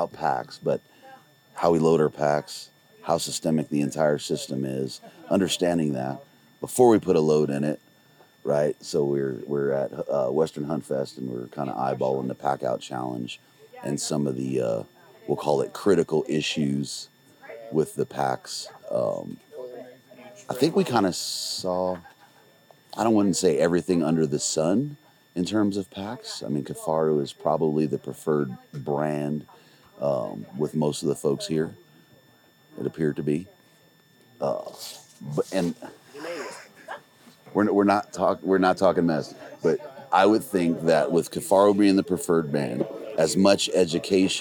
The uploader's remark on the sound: Live from the second annual Western Hunt Fest. After two days of elk-calling competition, seminars, 3D courses, and The PackOut challenge.